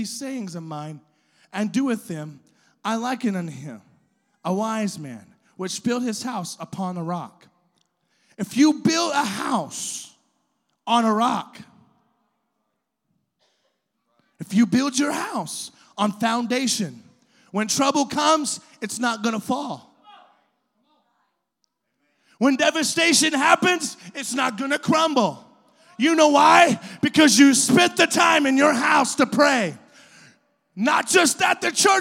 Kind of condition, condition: setting, large echoing room